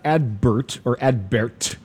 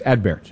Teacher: the T is pronounced, but it is not pronounced powerfully · Shown in: second take